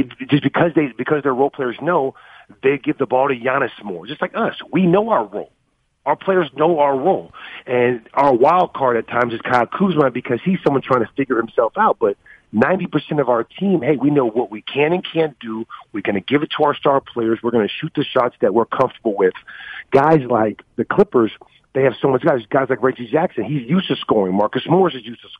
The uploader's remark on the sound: called